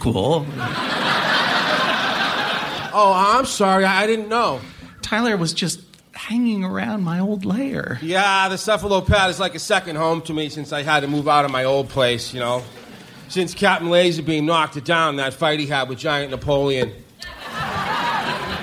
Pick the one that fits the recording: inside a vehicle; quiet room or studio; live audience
live audience